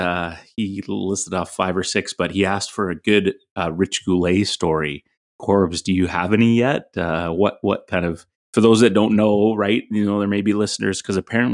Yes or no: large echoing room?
no